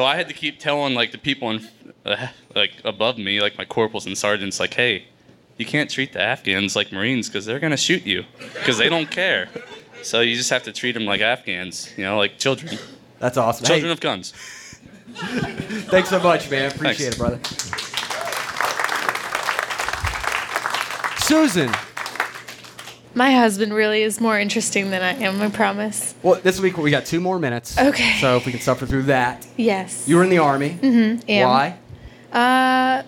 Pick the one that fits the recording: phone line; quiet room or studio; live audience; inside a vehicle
live audience